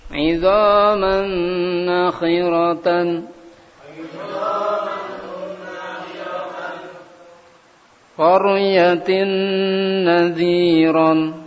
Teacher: Kemudian idgham nun sukun atau tanwin pada nun. Nun sukun atau tanwin pada nun di sini idghamnya dengungnya sempurna di situ. Dengung bukan pada nun yang dimasukkan ke dalam nun tapi pada nun yang berharokat setelahnya.